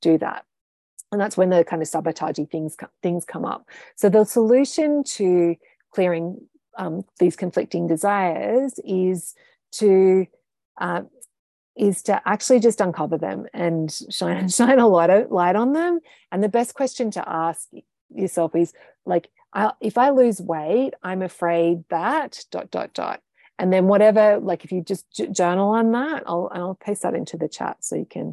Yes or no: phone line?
no